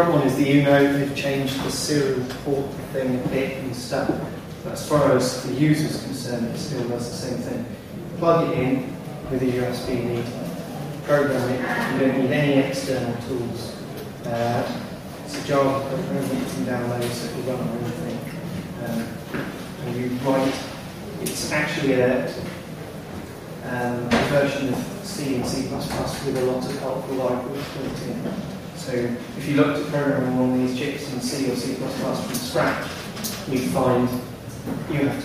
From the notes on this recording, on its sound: Shows recorded at OggCamp11. OggCamp 11 was a two-day unconference where technology enthusiasts came together to exchange knowledge.